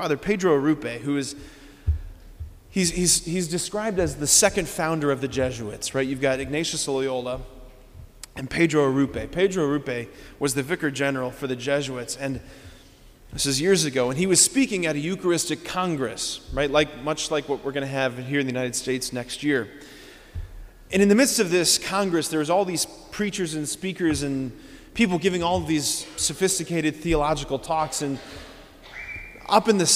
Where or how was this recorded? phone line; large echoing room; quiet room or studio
large echoing room